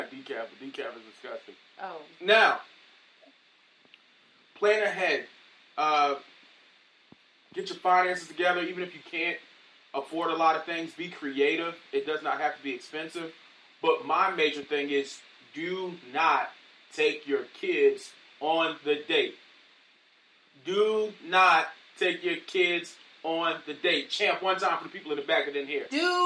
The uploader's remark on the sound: Rough Audio from our Live Sessions